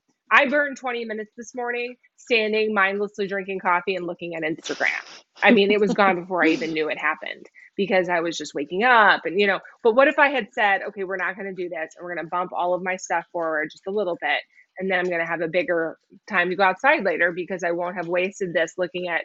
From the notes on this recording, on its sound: This interview was part of a Instagram Live series.